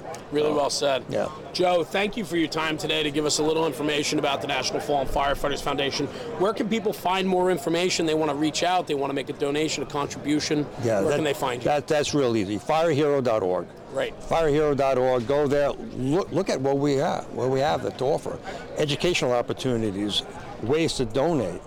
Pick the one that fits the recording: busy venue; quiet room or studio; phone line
busy venue